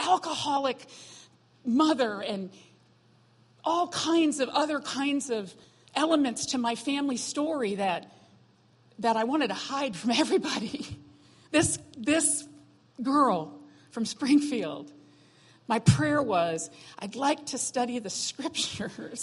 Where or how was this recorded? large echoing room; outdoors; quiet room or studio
large echoing room